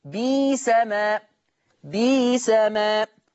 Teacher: يبقى بئس هتبدل ياء فتصير بيس · Term: الإبدال